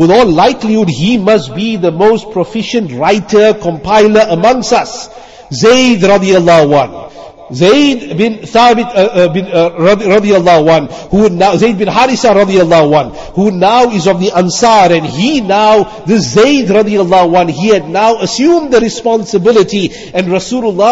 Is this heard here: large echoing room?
yes